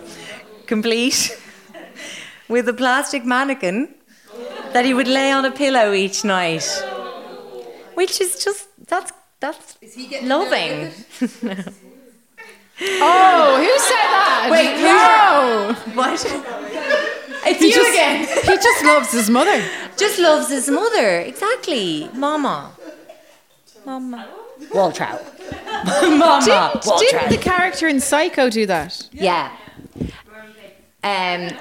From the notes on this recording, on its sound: It’s our first ever live show and we had a blast.